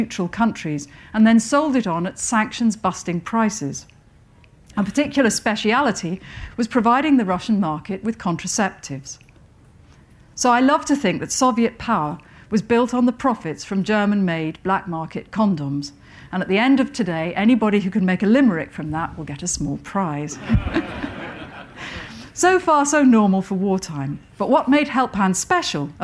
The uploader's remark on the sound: Recorded at Chalke Valley History Festival 2017.